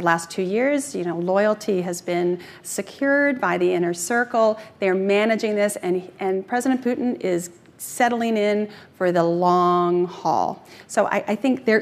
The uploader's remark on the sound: Their discussion, which takes place at the Aspen Security Forum